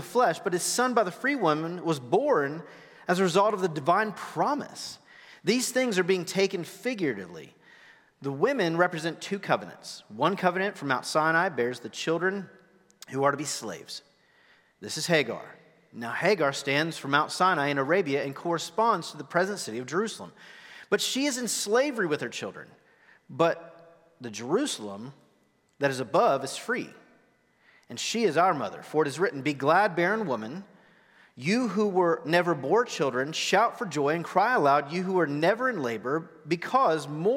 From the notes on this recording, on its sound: Recorded live at The Fellowship at Two Rivers. TR campus.